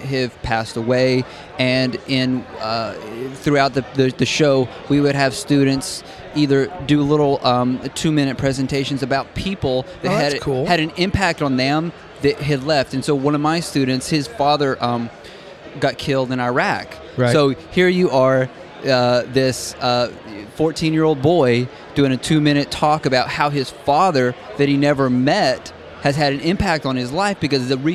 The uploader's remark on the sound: We sat down in front of Starbucks in the Hilton hotel during the Anaheim NAMM Convention